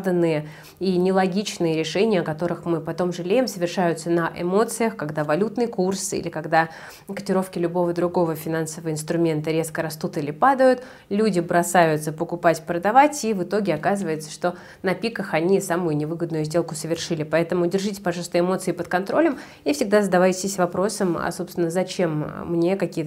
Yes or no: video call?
no